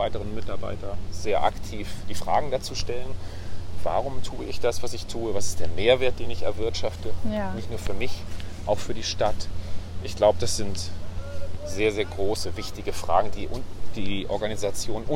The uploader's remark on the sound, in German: Auf einen Spaziergang